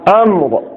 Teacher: امر امر امر امر امری وغیرہ نہیں پڑھیں گے. امر را کی آواز نکلنی چاہیے حرکت کے بغیر